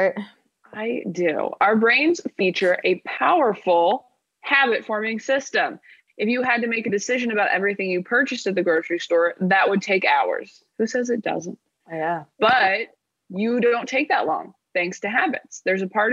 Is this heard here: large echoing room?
no